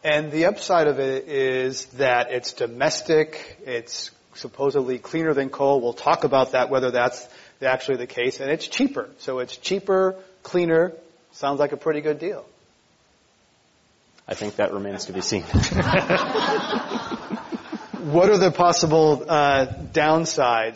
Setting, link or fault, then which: setting, live audience